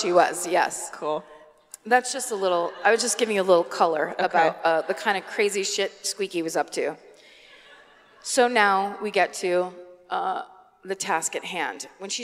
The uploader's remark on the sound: Live at the Community Center Theater in Sacramento